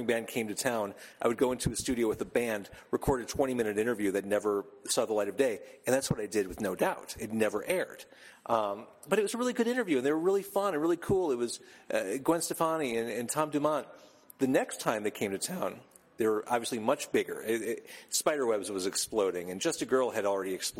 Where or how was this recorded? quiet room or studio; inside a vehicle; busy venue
busy venue